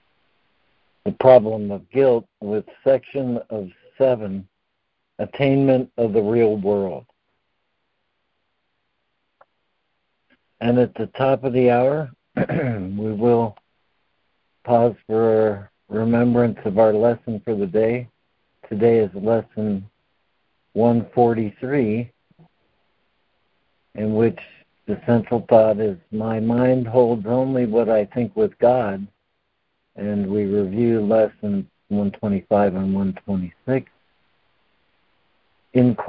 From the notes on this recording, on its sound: ACIM Daily Conference Call